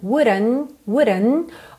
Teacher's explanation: O T, consoante oclusiva aqui também, quase não aparece.